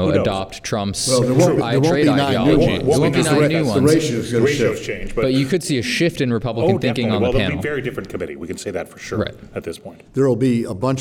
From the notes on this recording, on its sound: Record in front of a live audience of members of the World Affairs Councils of America.